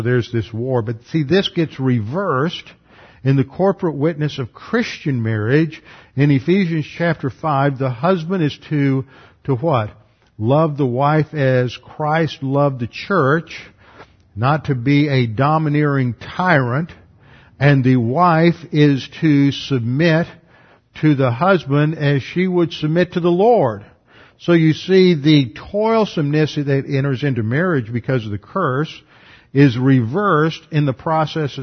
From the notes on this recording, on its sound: Revelation class taught at Preston City Bible Church before moving to West Houston Bible Church.